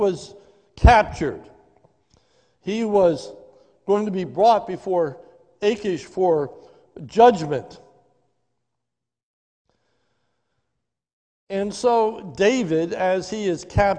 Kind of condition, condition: setting, large echoing room